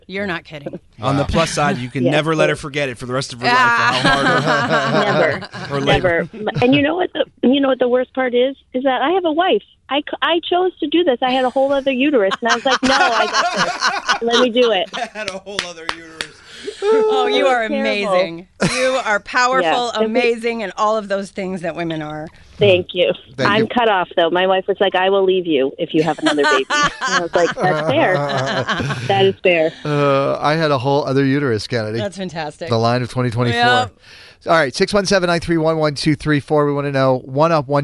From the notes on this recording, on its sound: listeners called